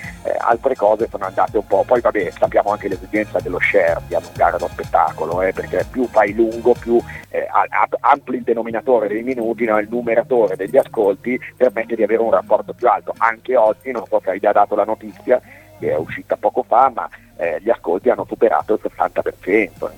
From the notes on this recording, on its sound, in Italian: Nell'ultimo collegamento telefonico dedicato al Festival di Sanremo.